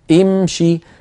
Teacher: يعني مكسور مثلا امشي، لو أردنا أن نأمر من امشي فنقول امشي، فكسرنا همزة الوصل. لما؟ لأن الشين مكسورة